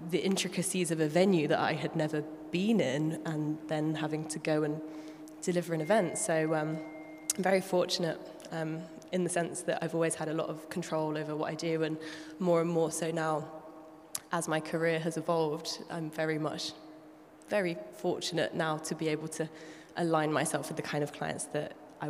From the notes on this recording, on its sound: Tune into a special live audience recording at "She Means Business" during IMEX America in Las Vegas.